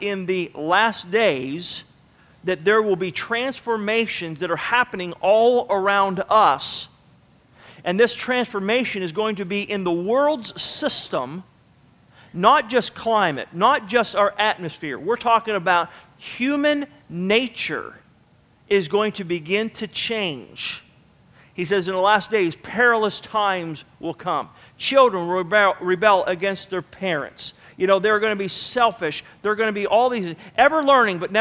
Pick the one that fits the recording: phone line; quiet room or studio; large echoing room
large echoing room